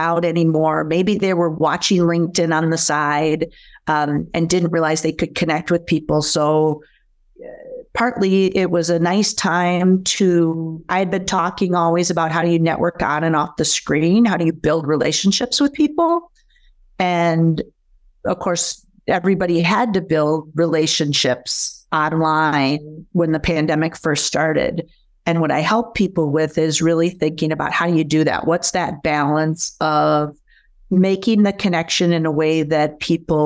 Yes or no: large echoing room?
no